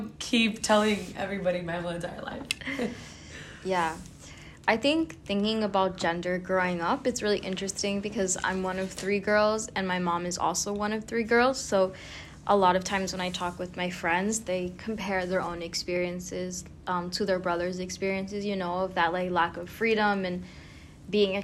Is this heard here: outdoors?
no